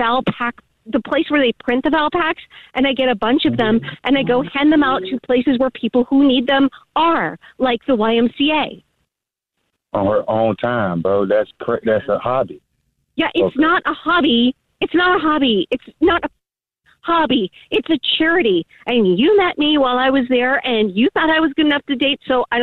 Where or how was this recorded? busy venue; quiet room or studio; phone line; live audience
phone line